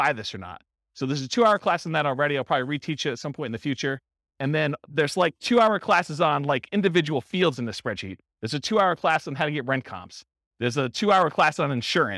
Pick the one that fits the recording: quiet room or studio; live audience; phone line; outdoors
live audience